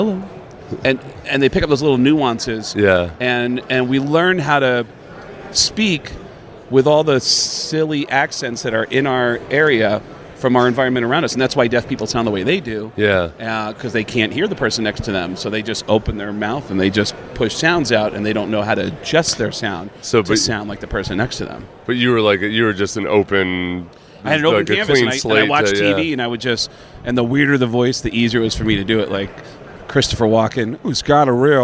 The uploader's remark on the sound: live from Las Vegas on Radio Row